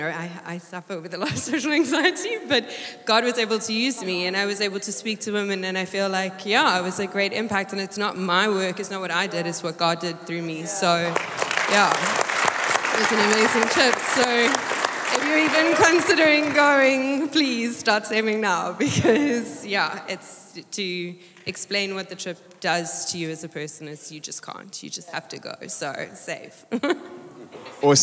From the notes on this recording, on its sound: Recorded live.